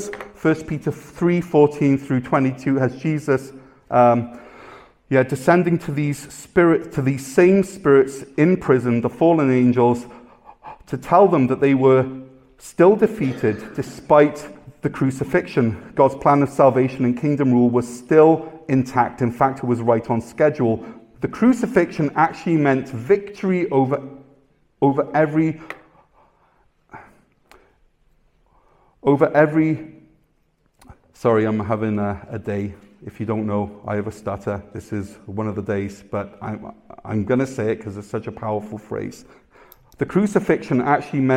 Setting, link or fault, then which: setting, large echoing room